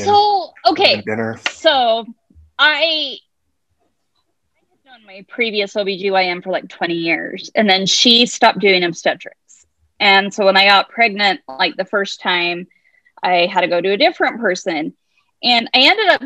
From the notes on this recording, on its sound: We did an interview but the platform let us down with a bad recording.